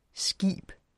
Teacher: T inde i et ord udtales som D, stol, spiste. K inde i et ord udtales som G